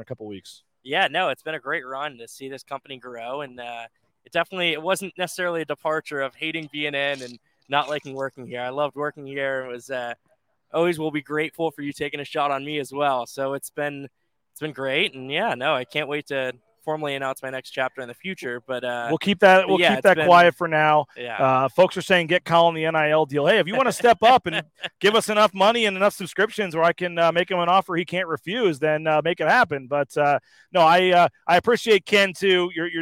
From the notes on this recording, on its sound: Live from The James after the Boise State football Spring Game. Bronco Nation News is live at The James Kitchen and Bar near Albertsons Stadium.